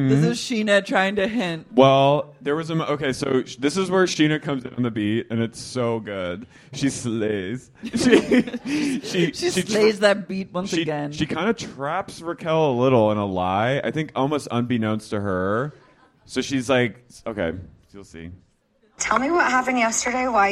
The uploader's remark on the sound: LIVE at Sleeping Village